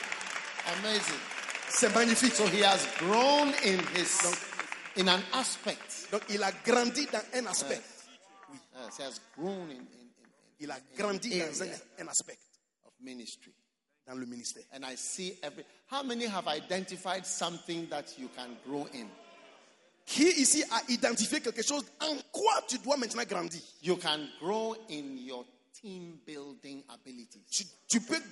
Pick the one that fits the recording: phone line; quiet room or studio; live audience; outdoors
live audience